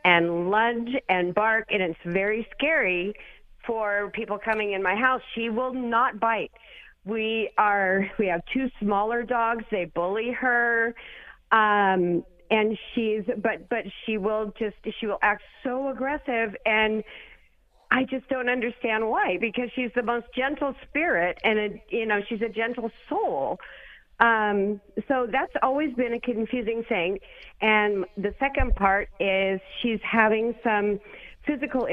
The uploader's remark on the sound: Open Call-In Show Day!